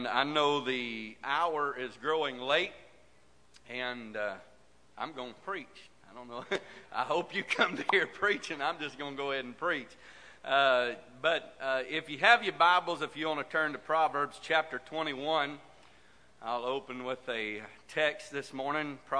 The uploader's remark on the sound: This message is broadcast live from First Pentecostal Church of Silsbee Texas.